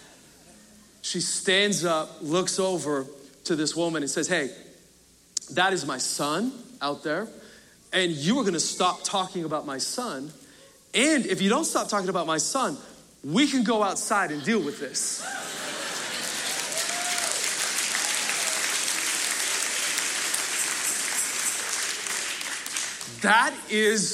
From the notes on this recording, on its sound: Recorded Live at Capital Church in Meridian, Idaho